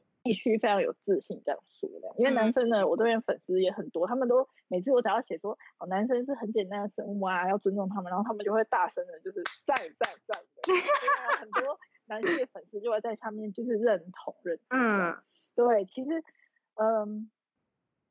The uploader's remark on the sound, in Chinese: 這次是我第一次嘗試遠端視訊防疫採訪。爆雨導致網路不太穩定，讓我一直很在意錄音品質，一直無法完美同步，Lag變成有點搶話的狀況，桑心啊….